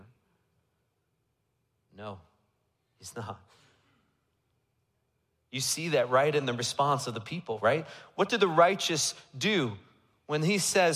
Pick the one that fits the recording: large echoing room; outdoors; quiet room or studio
large echoing room